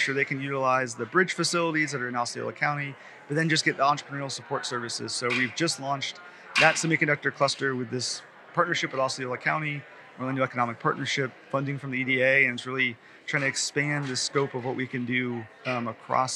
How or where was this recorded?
busy venue